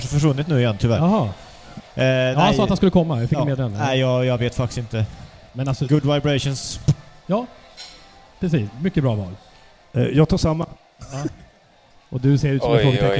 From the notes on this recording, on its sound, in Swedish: Inspelning inför publik i samband med friidrottsgalan i Karlstad.